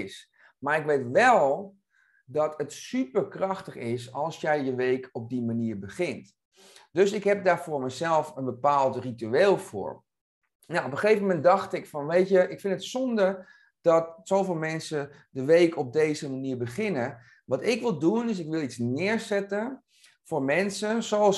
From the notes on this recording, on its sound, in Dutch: In deze korte aflevering hoor je de introductie die ik live heb opgenomen tijdens deze videosessie.